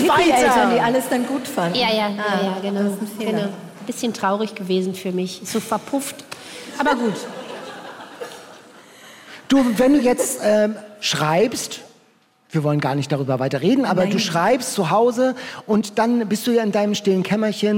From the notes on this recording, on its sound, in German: Federblazer, Toaster auf der Bühne und jede Menge Bücher – der Podcast diesmal live vom Harbourfront Literaturfestival.